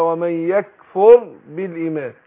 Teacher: لا أقول ومن يكفر، الراء ساكنة مش مضمومة، ما أقولش ومن يكفر